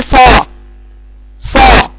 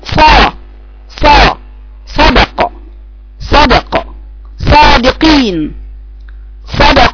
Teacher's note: حرف الصاد ده فيه صفتين من صفات القوة، صفة الاستعلاء بتاع اقصى اللسان